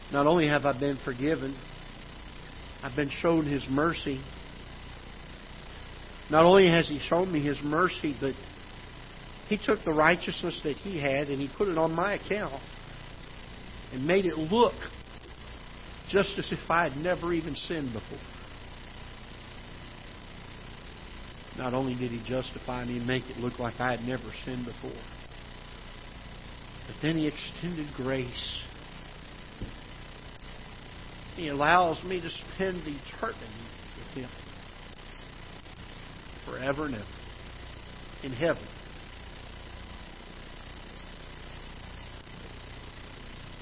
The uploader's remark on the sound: Ketha Heights Baptist Church ~ Live Broadcast